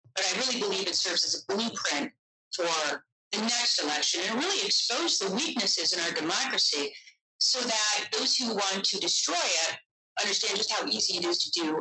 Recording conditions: poor sound quality